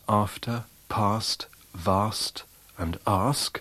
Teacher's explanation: Words of the lexical set bath have the broad, that's the long back vowel